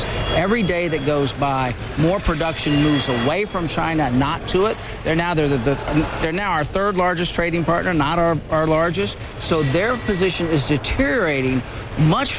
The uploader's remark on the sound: live from the New York Stock Exchange